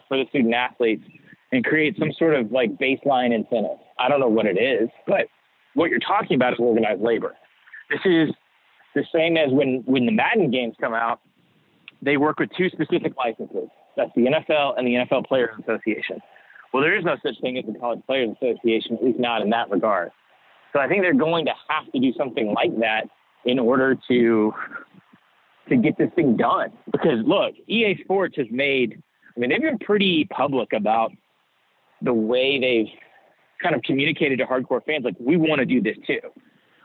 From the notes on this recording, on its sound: joined on the Modern Woodmen phone line